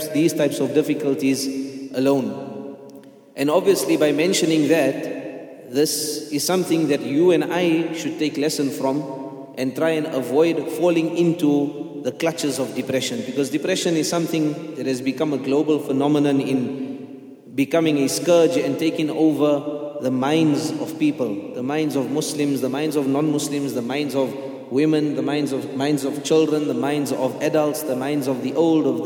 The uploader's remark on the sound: at the Houghton Masjid (West Street)